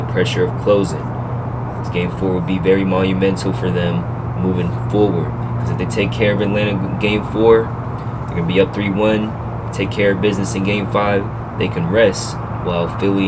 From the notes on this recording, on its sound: sorry about the background noise